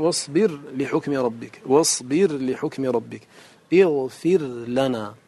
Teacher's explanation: لأن في الراء زيادة، الراء فيها انحراف لكن فيها تكرير، تكريرها فيه قوة يمنعها من أن تدغم في اللام، لأن اللام أضعف منها.